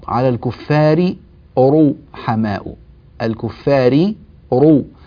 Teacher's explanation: نريد أن نأتي بالراء المكسورة مرققة والراء المضمومة مفخمة